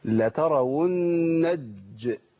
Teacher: لترون الجحيم بيخلوا اللام تدخل في الجيم ويشدوا الجيم. لترون الج لا لترون الجحيم، فاللام هنا ما بتظهرش.